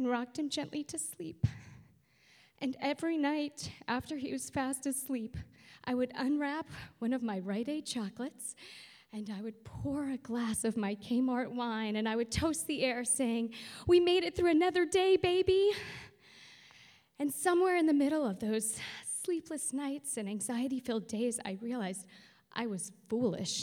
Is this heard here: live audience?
yes